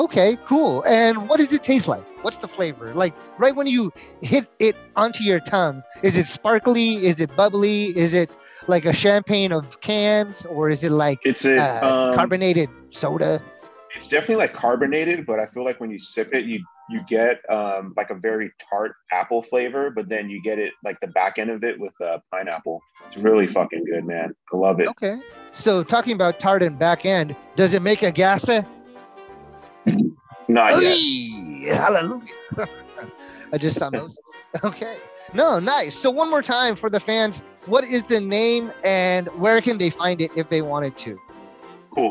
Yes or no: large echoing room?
no